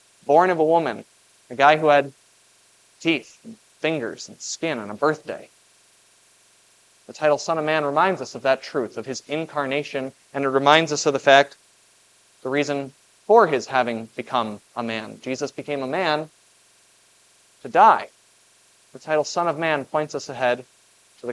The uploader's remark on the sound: was preached at Grace of God Lutheran on July 2, 2023.